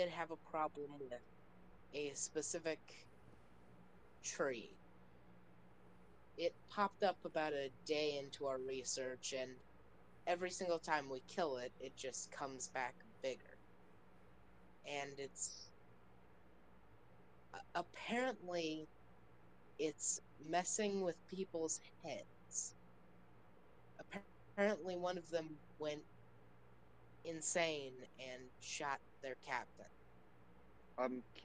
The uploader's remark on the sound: This session was recorded with the volume kinda low, so, sorry about that!